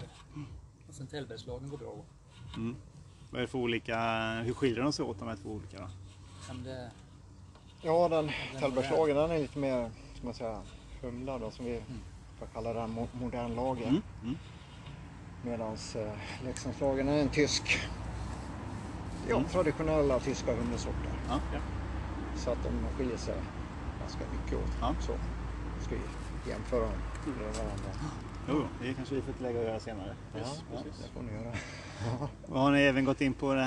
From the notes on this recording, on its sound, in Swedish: Vi träffade grundarna till The Beer Factory från Leksand ute i deras charmiga beer garden. Att spela in podd utomhus har sina utmaningar, därav lämnar ljudkvaliteten tidvis något mer att önska.